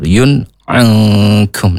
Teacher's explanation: huruf ain itu keluarnya dari tenggorokan yang tengah · Term: izharu halqi